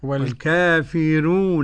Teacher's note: الكافرون قرأ بترقيق الراء ورش